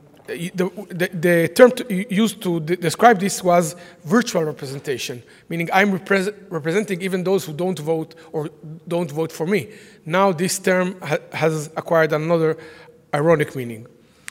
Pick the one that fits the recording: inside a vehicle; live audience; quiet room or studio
live audience